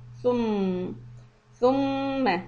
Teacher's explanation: So again, we have a Dhamma, then we have Shadda on Meem. So the lips should be rounded for Thu, and then for Meem, we should relax it.